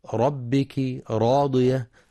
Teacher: وكلمة ربك راضية الراء مفخمة لأنها مفتوحة